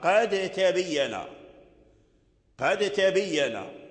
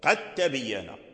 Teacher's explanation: والدال والتاء يخرجان من مخرج واحد، فالإدغام هنا واجب · Shown in: second take